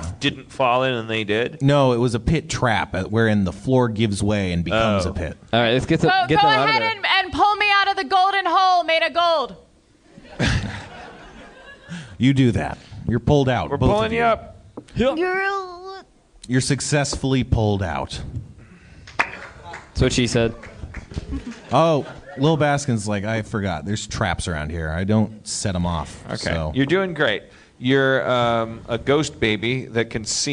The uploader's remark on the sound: LIVE in Houston, TX.